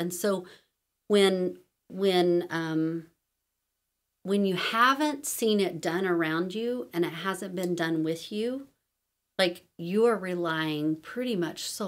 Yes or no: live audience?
no